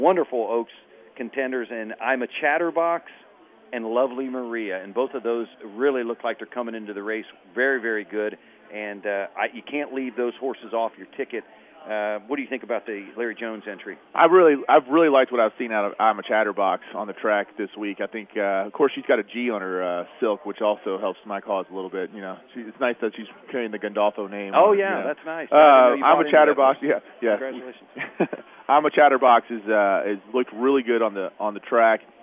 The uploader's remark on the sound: WSB special edition live from Churchill Downs